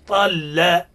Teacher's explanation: طا مفخم واللام من اسم الموصول مرقق